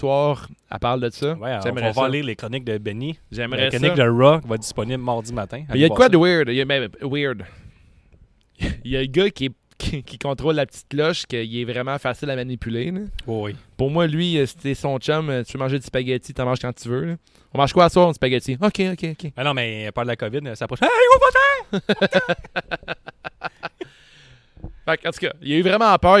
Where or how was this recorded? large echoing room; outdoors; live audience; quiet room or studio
outdoors